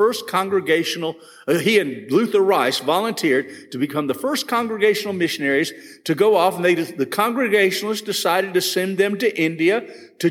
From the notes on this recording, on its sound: This session was recorded at First Baptist Church Hendersonville, NC on June 8, 2022.